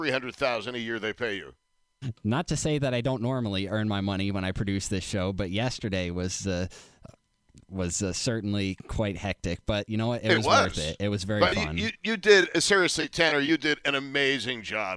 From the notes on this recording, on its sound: takes your calls